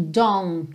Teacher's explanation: é muito comum a gente não ouvir esse T final do don't